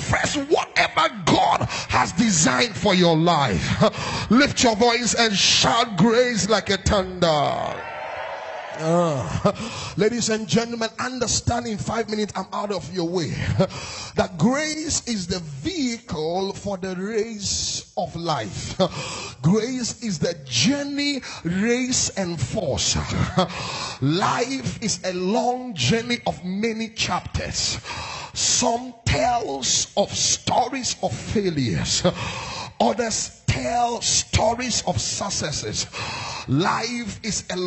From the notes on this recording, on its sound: This message was preached in 2019 at the Destiny Empowerment Chapel International.